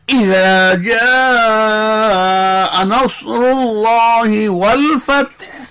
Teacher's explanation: ইযা জাআ, এখানে ইযা জাআ বললে কিন্তু সহি হবে না, ই হামজা ধাক্কা দিয়ে, আলিফ জবর আ, হামজা জবর আ একটু ধাক্কা দিয়ে, ইযা জাআ মানে এটা কেমন, ই ইয়াজের ই নাকি আলিফদের ই নাকি হামজাদের ই, বোঝা যাচ্ছে না, এই জন্য ইযা জাআ নাসরুল্লাহি ওয়াল ফাতহ।